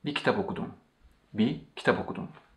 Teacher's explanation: this re sound at the end of bir becomes silent